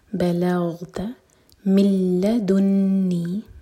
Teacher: تو ہم پڑھیں گے شيء بعدها، دل پر زور، فلا تصاحبني، صاد ہیوی، حا حلق سے اور با پر قلقلہ، قد دال پر قلقلہ، بلغت غین ساکن پر جھٹکا نہ آئے، بلغت من لدنی، مل ادغام بغیر غنہ کا، تو یہاں نون کا ساؤنڈ بالکل نہیں آئے گا